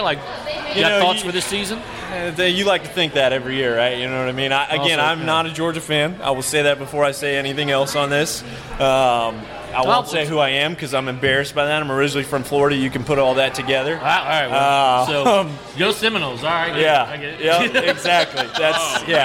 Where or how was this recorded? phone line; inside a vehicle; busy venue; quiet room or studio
busy venue